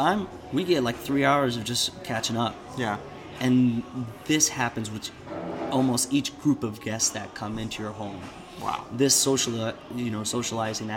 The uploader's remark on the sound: I found myself at a very special coffee shop in Renton, WA called Boon Boona.